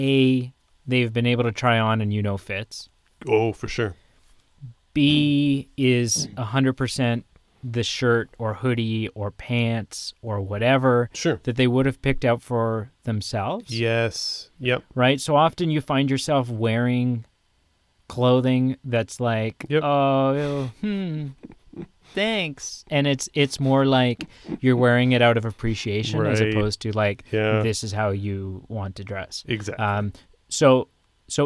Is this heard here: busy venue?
no